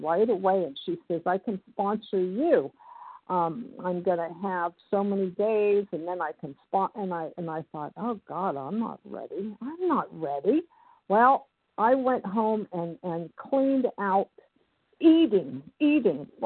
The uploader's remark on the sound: from the 100 Pounders Phone Meeting, 5/10/23